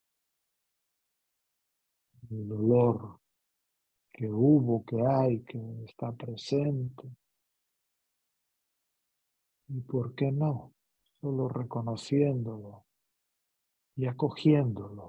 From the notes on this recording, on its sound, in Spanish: Esta meditación es una grabación de un encuentro online en vivo.